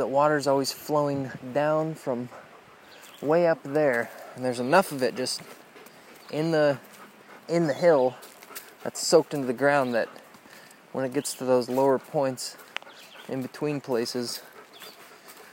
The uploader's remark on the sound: South Trails Pt. 1 - Carp River Loop. Walking Along da Carp. River Sounds.